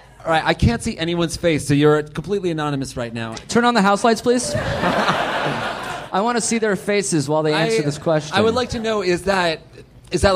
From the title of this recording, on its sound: Live at the Hollywood Improv!